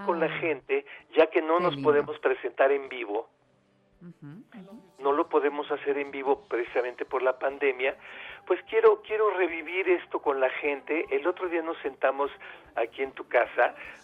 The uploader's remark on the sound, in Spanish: Por eso atendemos puntualmente las necesidades del público con teléfonos abiertos y nuestras redes sociales, creando así una completísima revista radiofónica en vivo.